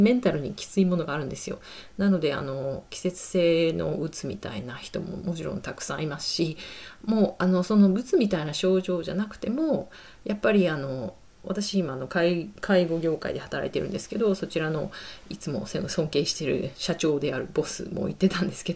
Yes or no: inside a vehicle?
no